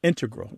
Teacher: the mathematicians and math-using scientists are more likely to put, say, integral with the stress on the first syllable